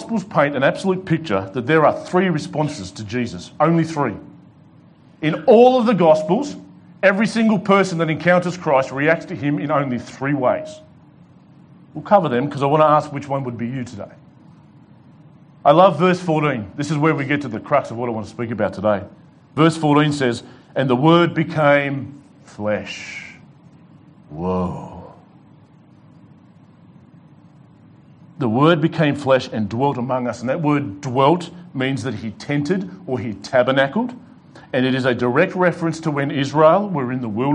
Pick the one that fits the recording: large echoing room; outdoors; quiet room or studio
large echoing room